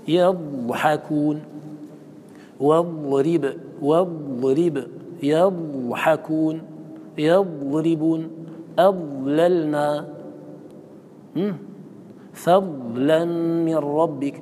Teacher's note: الضاد هي أطول الحروف المخرج من وسط الحافة إلى أدنى الحافة من جهة الطرف · Term: الاستطالة